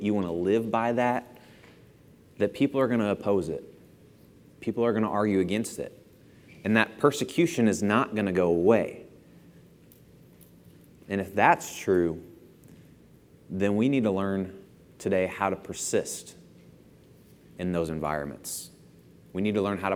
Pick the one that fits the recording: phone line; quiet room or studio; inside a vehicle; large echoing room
large echoing room